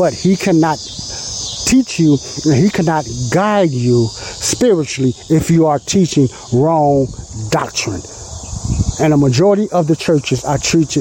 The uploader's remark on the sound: I'm sorry for all the noise and Wind sounds in this Audio podcast but I done this show outside at a Park and it was real windy